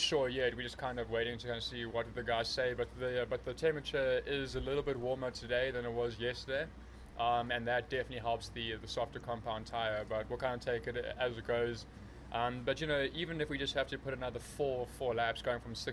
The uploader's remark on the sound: A number of interviews from the Moto-America paddock at Barber Motorsports Park. This is followed by some brief chats at Donington Park BSB.